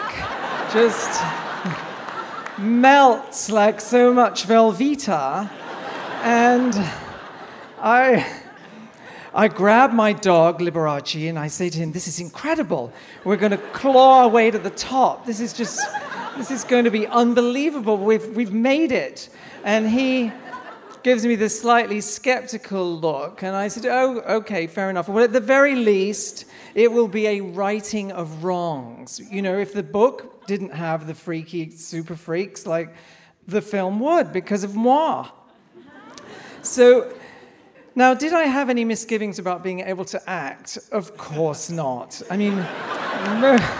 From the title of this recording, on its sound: Live at Town Hall, New York